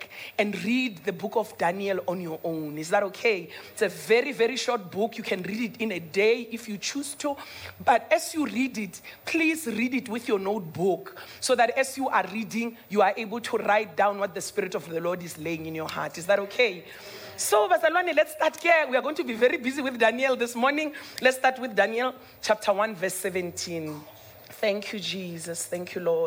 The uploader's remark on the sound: Dream Conference 2023 (Day 3)